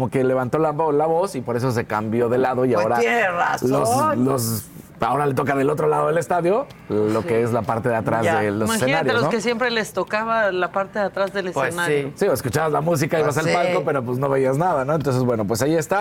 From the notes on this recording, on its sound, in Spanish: Estamos transmitiendo desde el Campo de Golf Encanto Marina, en Mazatlán, Sinaloa, porque el jueves comienza el Carnaval.